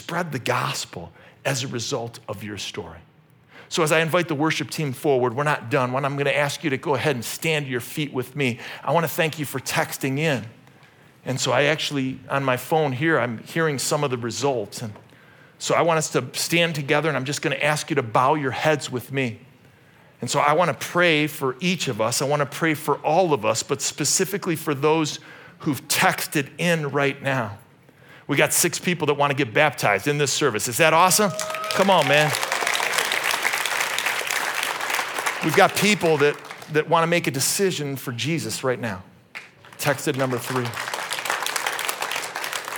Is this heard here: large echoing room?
yes